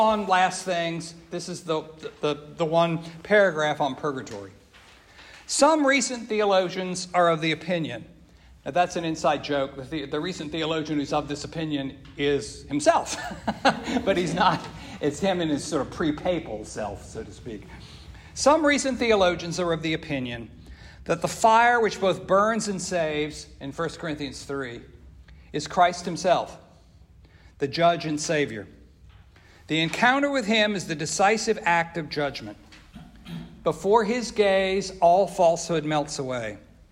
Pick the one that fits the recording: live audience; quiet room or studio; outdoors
live audience